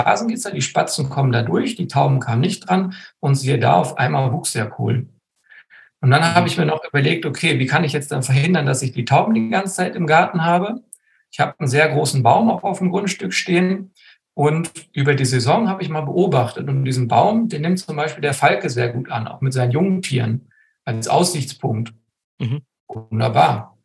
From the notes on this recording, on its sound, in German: Mit dieser Folge veröffentlichen wir die letzte Aufnahme unseres Gartenkongresses 2023 zum Saisonstart. Diese Folge ist ein Mitschnitt eines Live-Webinars.